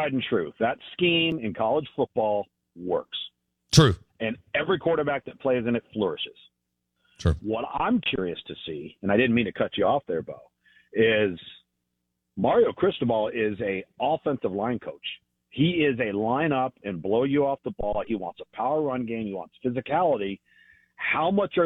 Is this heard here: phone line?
yes